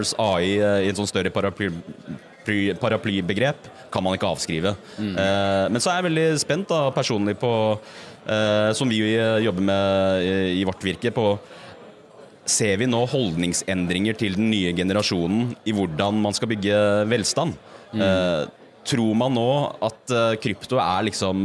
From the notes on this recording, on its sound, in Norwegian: Live intervjuer på Norway Fintech Festival. Økonomiamatørene setter opp studio på scenen i Media City Bergen som huser Norway Fintech Festival. Live fra scenen inviterer vi inn spennende gjester.